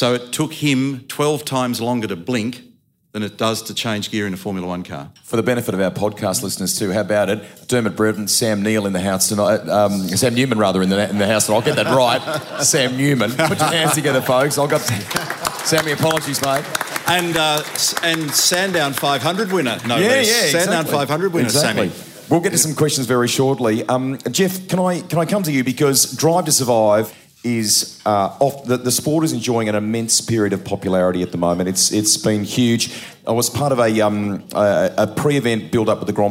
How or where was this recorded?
busy venue